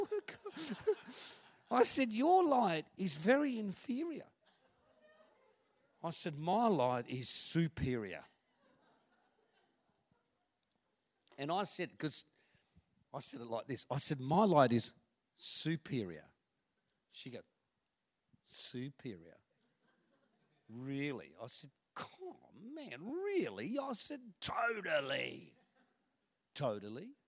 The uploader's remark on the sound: This message was recorded on 19/05/2019 at River Edge Church, the 11am gathering.